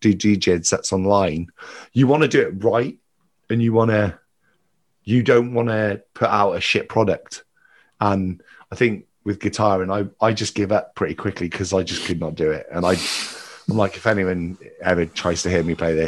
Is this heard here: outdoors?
no